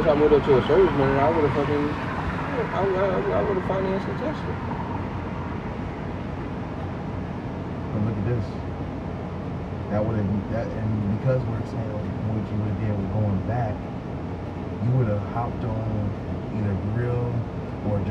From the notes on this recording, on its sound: In this episode we were outside in the elements (balcony) with a smooth chill pod at the end of the day.